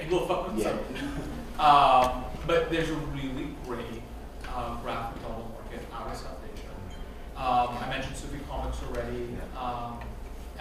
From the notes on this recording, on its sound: This panel at the 2017 Massachusetts Independent Comics Expo (MICE). Live at MICE 2017.